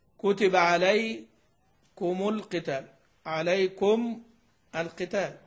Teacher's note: هنا الميم جاء بعدها ساكن لام التعريف ساكنة، فهي لجميع القراء ها بدون وصل · Term: دون صلة